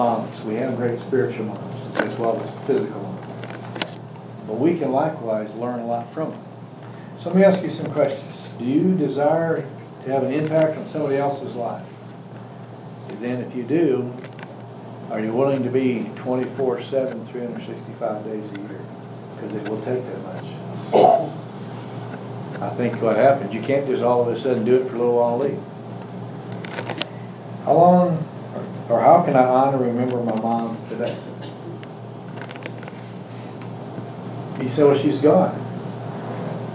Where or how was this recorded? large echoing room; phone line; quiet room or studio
large echoing room